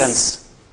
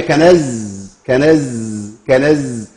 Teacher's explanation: ان السين مهموسه والزاي مش مهموسه